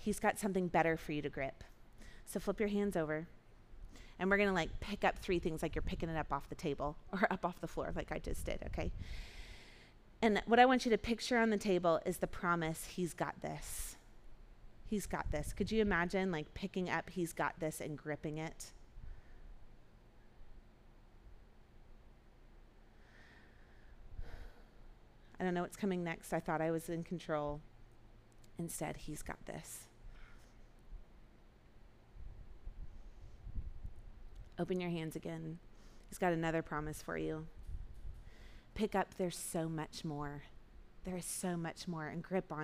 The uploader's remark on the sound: Recorded at our Sunday gathering on July 23, 2023 in Port Orchard WA.